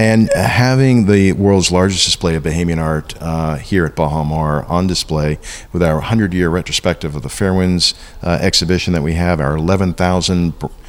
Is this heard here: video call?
no